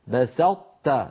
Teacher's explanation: نطبق على طاء ثم نفتح على تاء